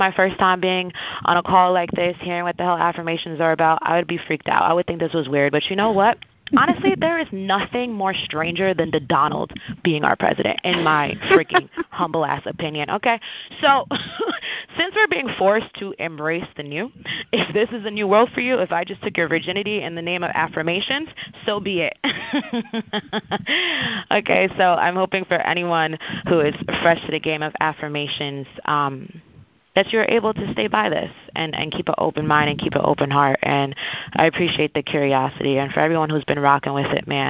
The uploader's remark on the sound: Call recording.